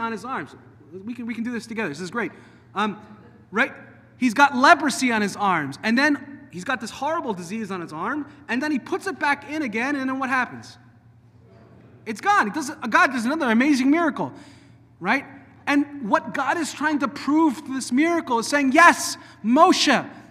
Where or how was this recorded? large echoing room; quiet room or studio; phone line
large echoing room